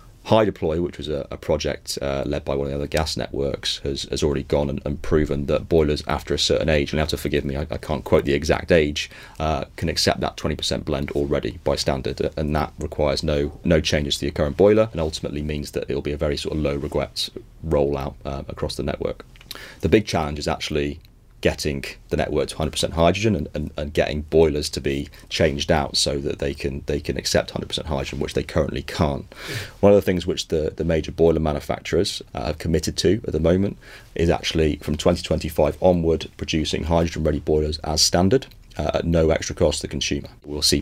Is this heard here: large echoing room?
no